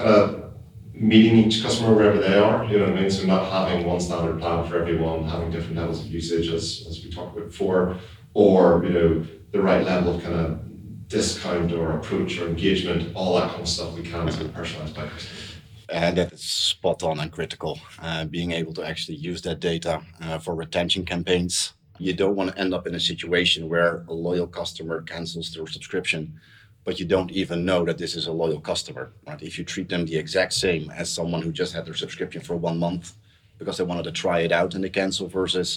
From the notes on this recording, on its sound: SubX Subscription Economy Podcast - LIVE at SubX World. Recorded on site at the inaugural SubX World conference held in London this May.